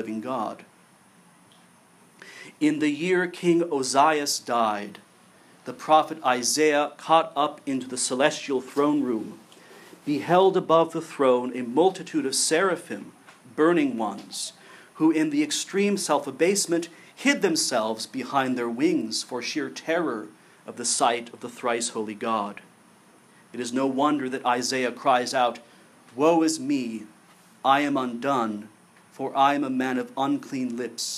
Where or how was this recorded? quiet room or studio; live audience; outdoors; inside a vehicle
live audience